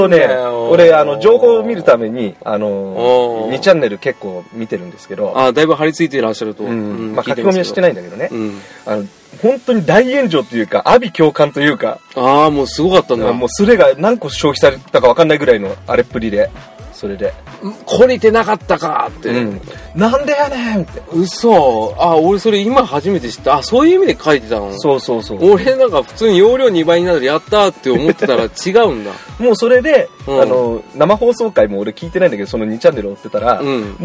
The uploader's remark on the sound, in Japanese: 今回は駐車場での収録だったのですが、リアルに二人でまさかの職質に遭遇。